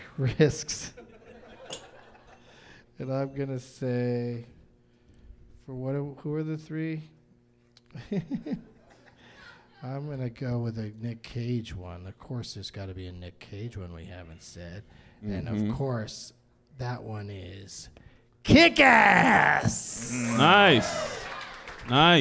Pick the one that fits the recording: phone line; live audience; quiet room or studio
live audience